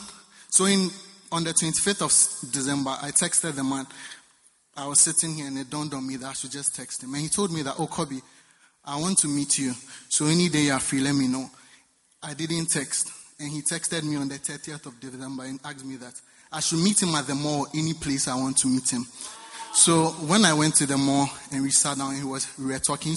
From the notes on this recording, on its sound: Preached at the First Love Center.